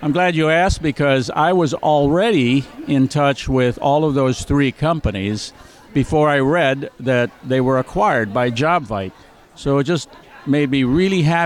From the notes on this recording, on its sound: interview from Jobvite's Recruiter Nation Live event from San Francisco